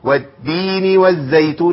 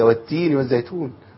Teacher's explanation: الدال والتاء قريبين بعض قوي في المخرج